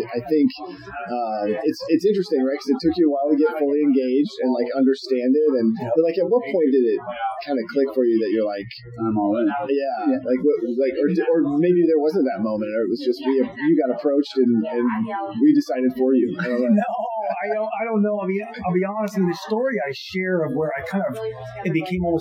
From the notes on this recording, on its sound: This episode is in person so there may be some background noise